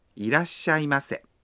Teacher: khi phát âm いらっしゃいませ, sau âm ra, các bạn nhớ ngắt một nhịp như sau: いらっしゃいませ.